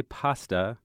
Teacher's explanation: Americans use this vowel, the ah vowel, like as in want or wash, for that foreign A generally, where Brits would more likely use that ah sound as in wag or whack.